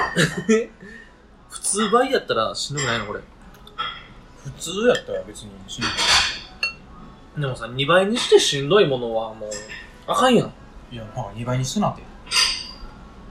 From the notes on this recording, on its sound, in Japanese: 木屋町の居酒屋収録